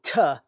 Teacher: both of them just involve an air passage blockage where the tip of the tongue hits the roof of the mouth to shape the sound · Term: stops